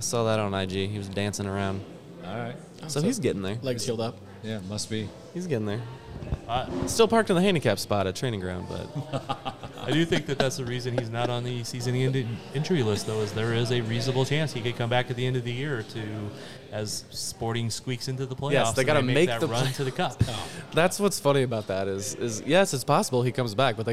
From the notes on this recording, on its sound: We recorded this show at Strange Days! This episode is done, in its truest form, with beers in our hands.